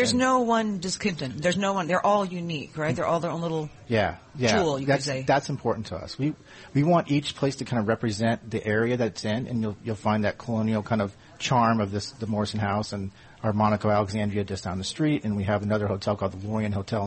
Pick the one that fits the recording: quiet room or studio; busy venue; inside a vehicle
busy venue